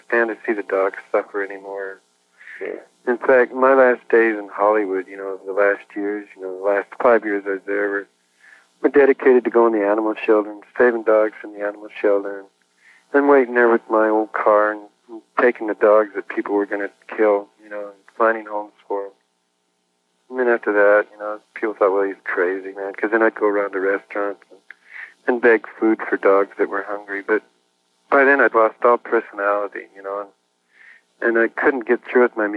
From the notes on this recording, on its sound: An extraordinary 1983 phone interview. His tapes of his phone conversations.